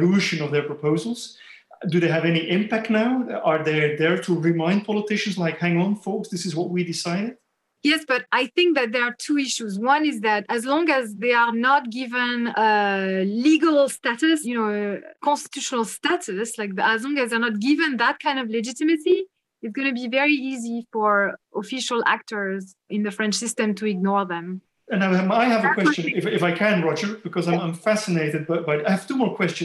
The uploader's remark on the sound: Special Webinar.